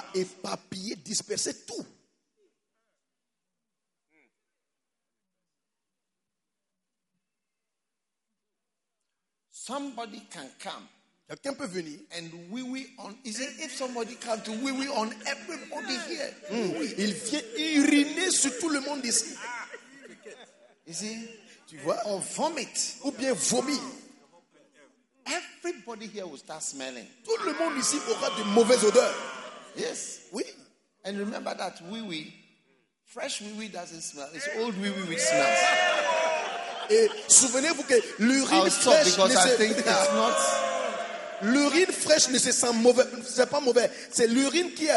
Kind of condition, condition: setting, live audience